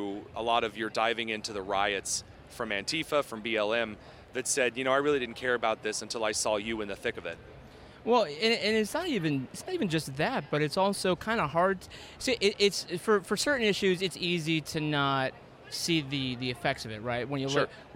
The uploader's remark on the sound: joined me at the Turning Point Action Conference in Palm Beach, Florida